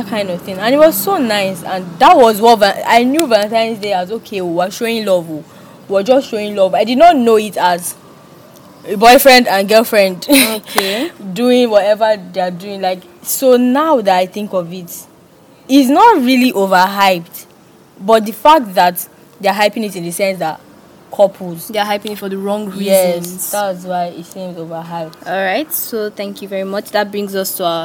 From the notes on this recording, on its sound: NOTE: This episode was recorded in an open space and not a secluded area, vehicle noises may be heard in the bakground.